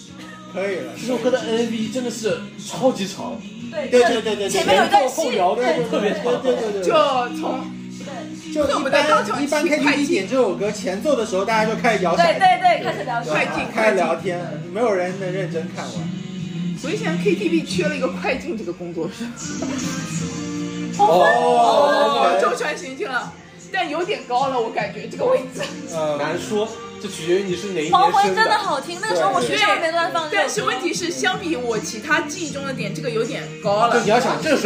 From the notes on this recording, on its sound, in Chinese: 当时主播对于如何录制、制作、剪辑播客都是一窍不通，故标识为「全损音质」。偶尔邀请了几个朋友临时起意录一期Reaction!